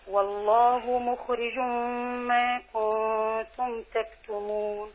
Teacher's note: تنوين وبعد حرف الميم إدغام بغنة